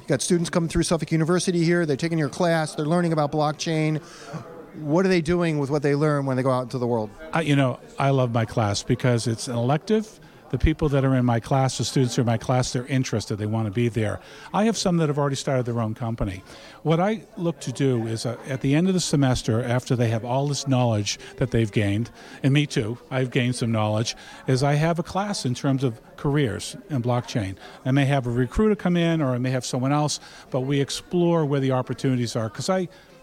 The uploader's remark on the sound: The discussion takes place during a Boston Blockchain Association event at Suffolk University.